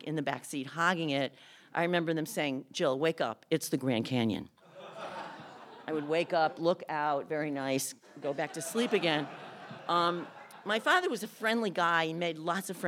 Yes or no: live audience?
yes